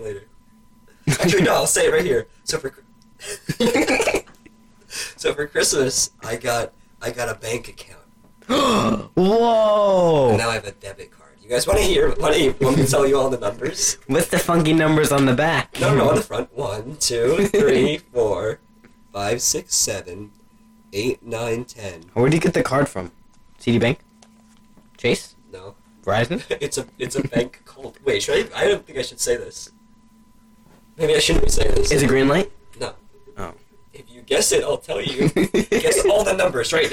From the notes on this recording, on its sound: The boys finding out the microphone was facing the wrong way. Calling a guest who does not pick up the phone. Sorry about any audio problems this episode were getting a new setup soon.